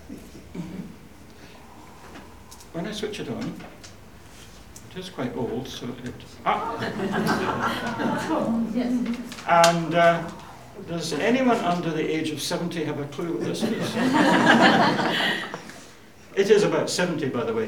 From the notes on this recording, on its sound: Audio podcast of morning service